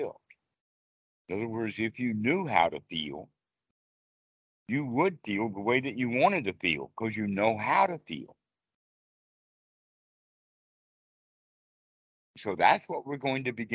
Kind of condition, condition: link, phone line